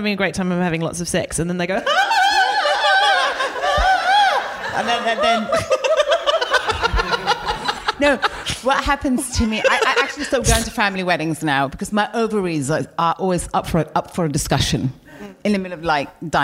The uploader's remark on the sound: What a live show it was, socially distanced with a live audience and streamed over the internet as part of the London Podcast Festival at Kings Place in London.